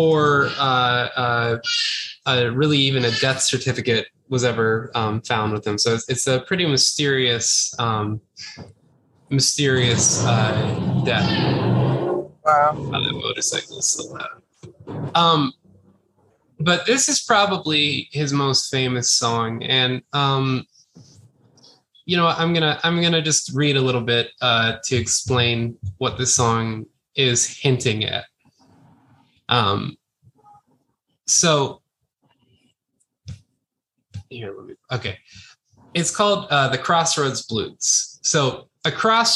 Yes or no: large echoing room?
no